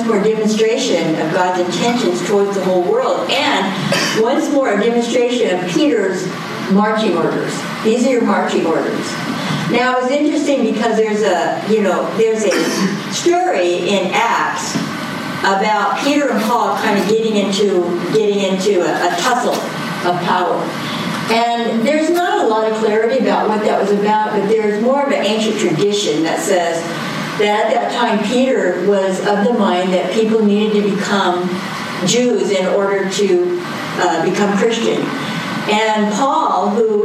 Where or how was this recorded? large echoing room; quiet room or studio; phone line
large echoing room